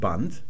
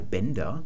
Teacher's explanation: Der Grund für dieses D ist, weil ja in den anderen Beugungsformen dieses Wortes, zum Beispiel im Plural Bänder, da kommt jetzt ein Vokal dahinter und jetzt sprechen wir tatsächlich ein stimmhaftes D und kein stimmloses T · Shown in: second take · Das nennt man Auslautverhärtung und es gilt im Paragraph 23 des amtlichen Regelwerks, dass die Auslautverhärtung im Deutschen nicht schriftlich dargestellt wird.